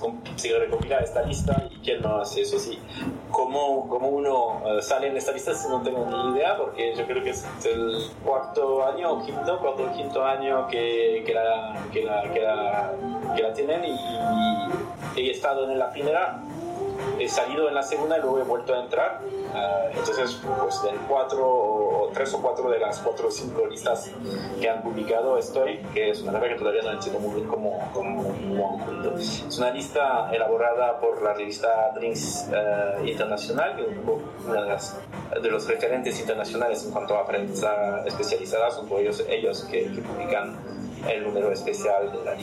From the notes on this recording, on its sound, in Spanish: Disculparnos por la mala calidad audio y ruido de fondo. Tuvimos unas dificultades técnicas inesperadas.